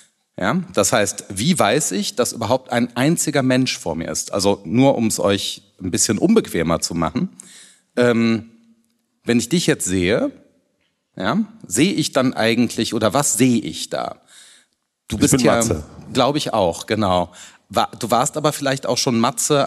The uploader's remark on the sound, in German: Wir haben uns live vor Publikum in München unterhalten.